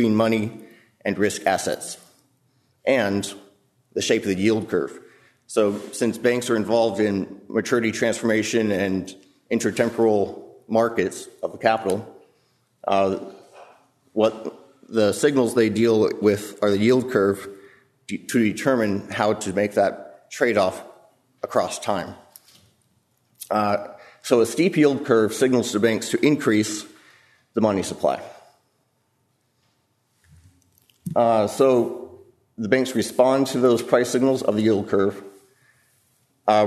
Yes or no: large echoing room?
yes